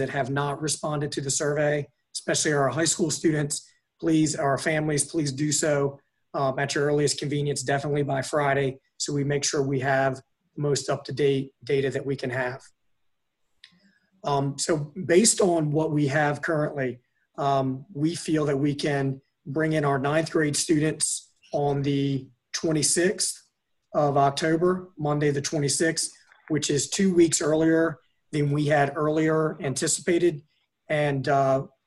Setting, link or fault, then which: link, video call